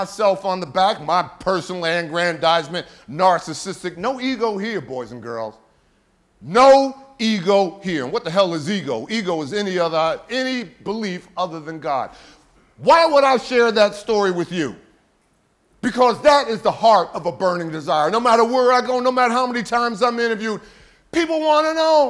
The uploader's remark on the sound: a classic throwback from TSP Live 2018